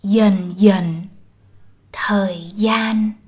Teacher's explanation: The initial consonants D and G-I are pronounced as Y the southern way, while the final consonant N is pronounced the northern way.